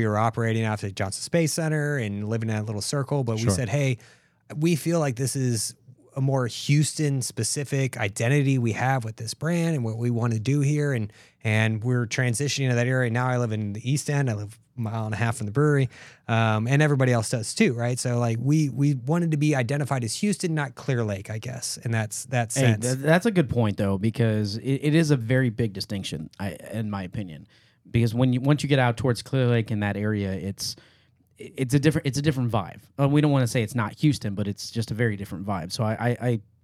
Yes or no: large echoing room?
no